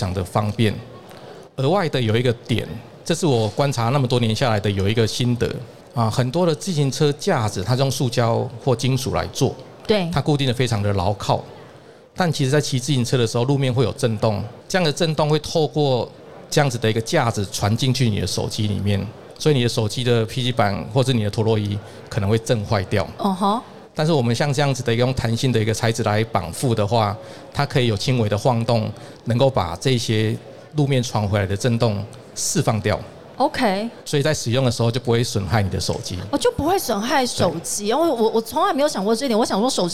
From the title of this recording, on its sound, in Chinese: 2022 Taipei Cycle台北國際自行車展-Live Podcast